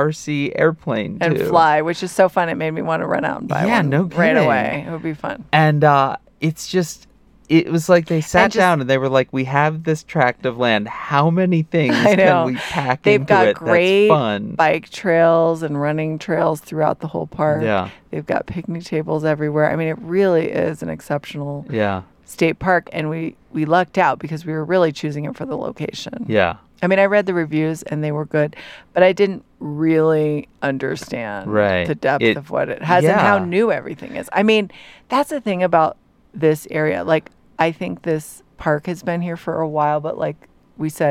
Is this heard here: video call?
no